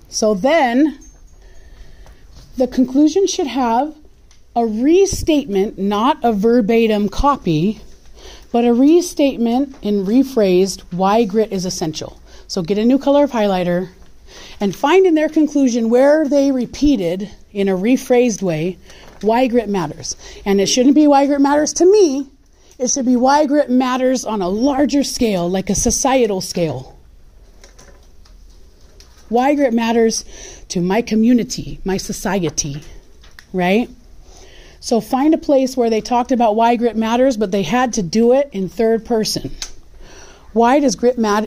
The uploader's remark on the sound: This is a recording of an in-class formal guided peer review for the Grit Paper in CE English 1010.